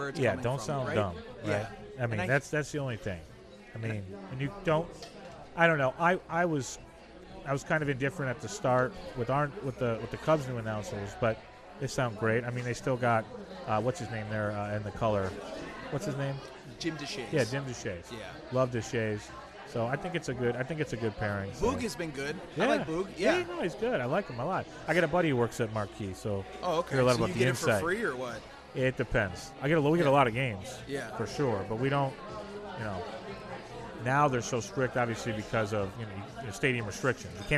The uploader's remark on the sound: Live at Black Barrel Tavern on Madison in Chicago.